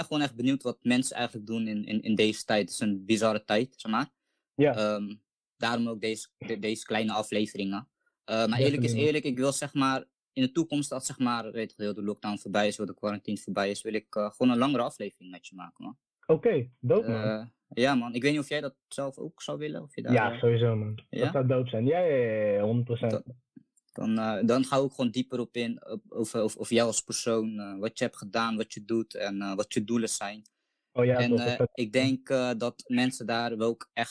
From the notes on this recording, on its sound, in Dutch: Omdat wij de richtlijnen van het RIVM volgen hebben er geen face-to-face ontmoetingen plaatsgevonden. Alle opnames zijn online op afstand gedaan. Hierdoor kan het zijn dat u de kwaliteit van de opnames niet van ons gewend bent.